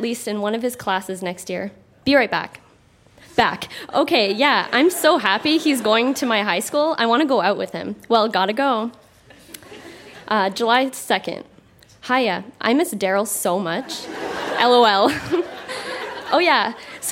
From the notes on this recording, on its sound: Recorded live at The Gladstone Theatre in Ottawa.